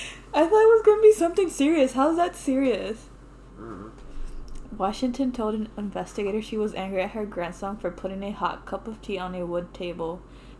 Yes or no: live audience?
no